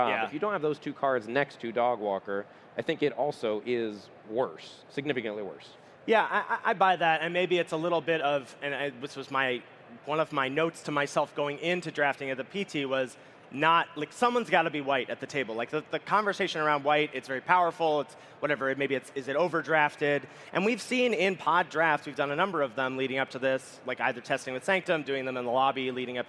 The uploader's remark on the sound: Live From Magic Con Chicago. We are coming to you LIVE from the main stage at Magic Con Chicago.